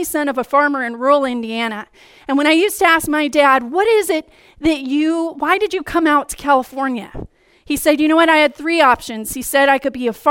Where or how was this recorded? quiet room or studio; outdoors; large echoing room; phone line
large echoing room